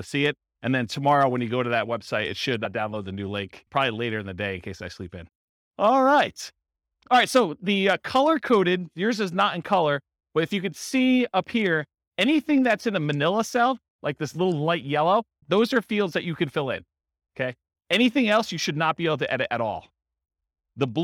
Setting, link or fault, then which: setting, live audience